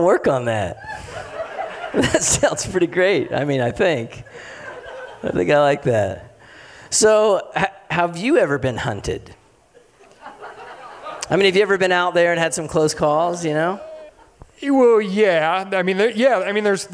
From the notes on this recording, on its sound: Reconnecting Roots Live 2019. In July 2019, Reconnecting Roots hosted a live event called "Concerts & Conversations" at Music Ranch Montana.